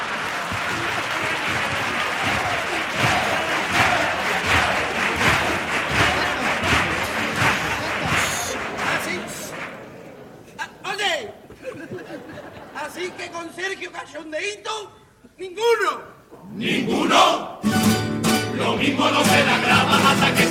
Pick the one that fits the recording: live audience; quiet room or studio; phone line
live audience